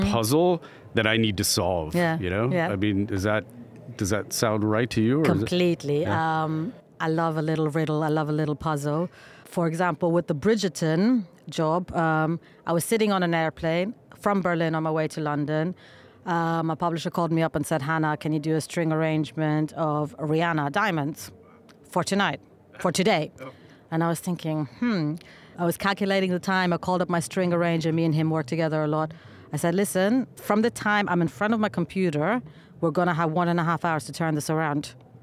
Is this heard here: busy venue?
yes